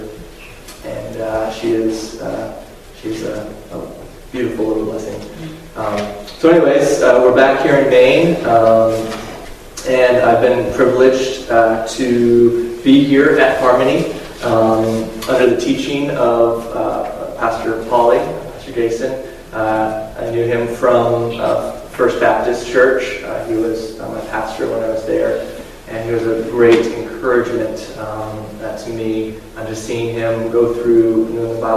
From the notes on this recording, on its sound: given at Harmony Bible Church in South Thomaston, Maine